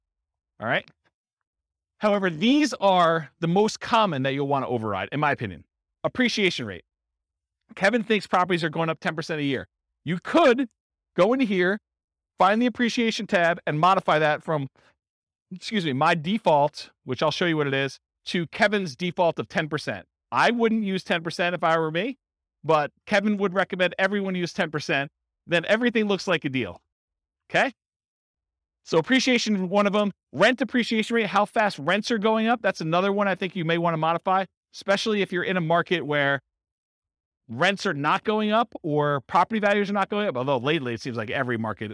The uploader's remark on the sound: This was a live class recorded for buy and hold real estate investors. Live in-person version.